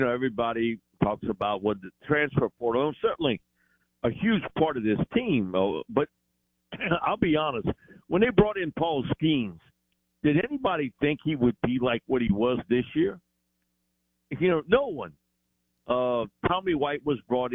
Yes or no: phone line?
yes